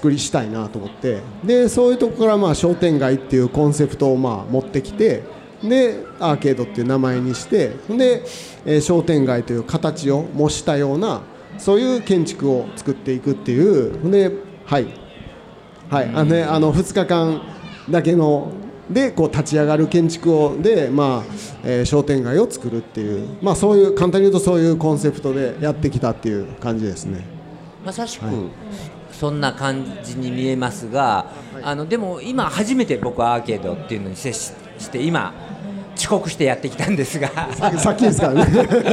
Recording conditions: live audience